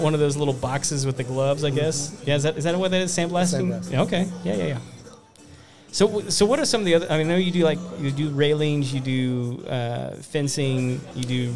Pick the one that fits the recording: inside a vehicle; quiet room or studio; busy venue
busy venue